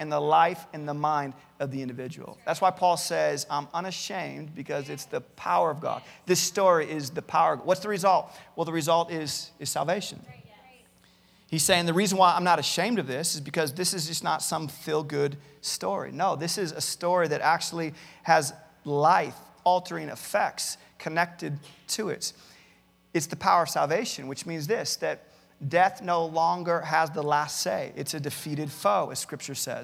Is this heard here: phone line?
no